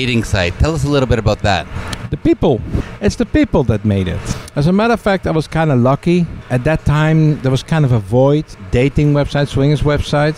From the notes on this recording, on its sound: we broadcast live from the SDC Caribbean Dreams Cruise